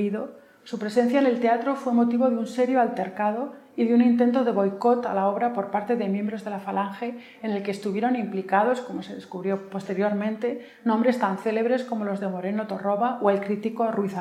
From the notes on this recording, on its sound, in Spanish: Ciclo de Conferencias que el Teatro de la Zarzuela programa en colaboración con la Asociación Amigos de la Ópera de Madrid. La conferencia fue grabada en el Teatro de la Zarzuela en noviembre de 2021.